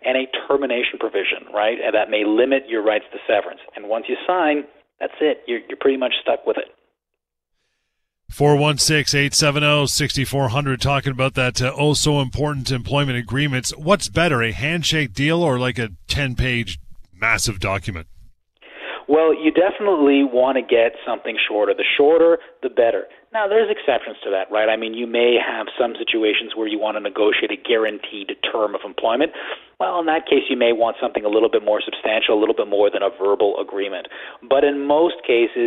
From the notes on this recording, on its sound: answer these questions as well as your phone calls